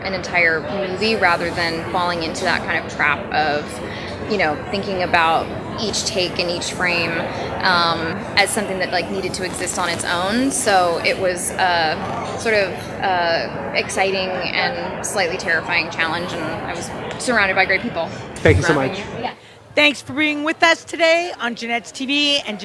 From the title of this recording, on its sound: Live from TIFF Red Carpet Premiere